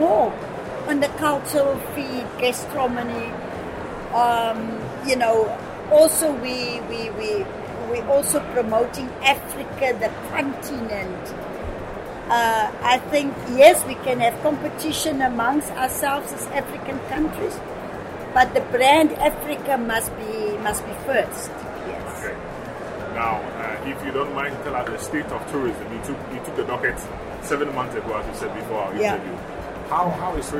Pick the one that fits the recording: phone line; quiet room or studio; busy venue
busy venue